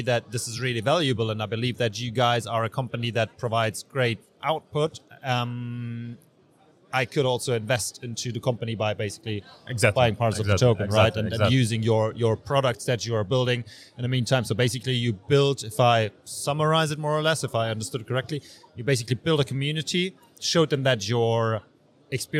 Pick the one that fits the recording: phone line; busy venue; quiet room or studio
busy venue